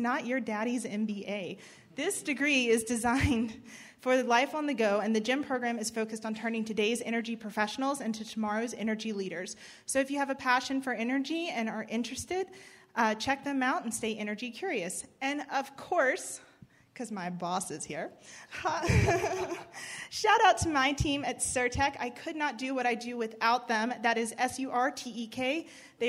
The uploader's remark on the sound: This Panel Event was hosted at Well Data Labs on 11.